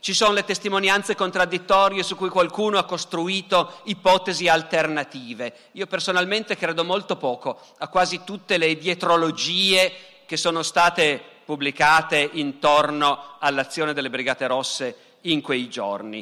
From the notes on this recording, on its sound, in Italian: Dal Festival della Mente 2017.